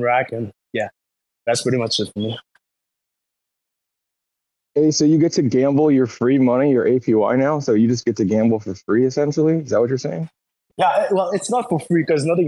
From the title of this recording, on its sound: White Whale Community Call